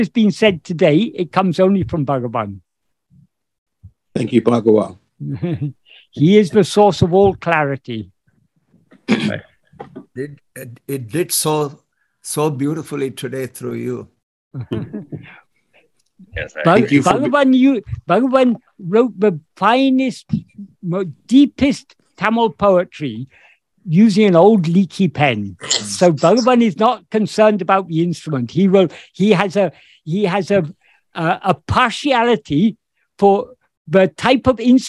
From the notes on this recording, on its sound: In a Zoom meeting with Sri Ramana Center, Houston